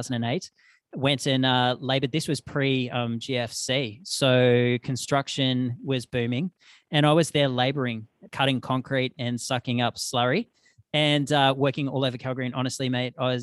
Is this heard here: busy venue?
no